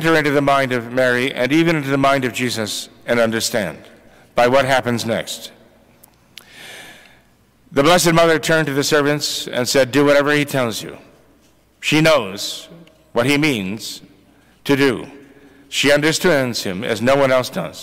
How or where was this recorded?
large echoing room